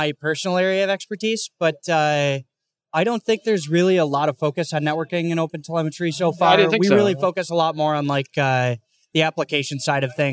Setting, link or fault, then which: setting, busy venue